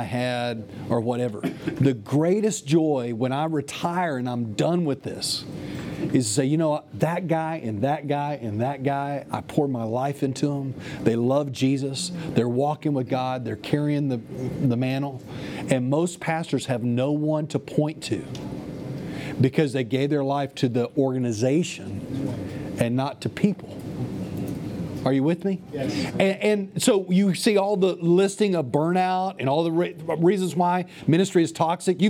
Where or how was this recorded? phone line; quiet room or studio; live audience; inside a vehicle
live audience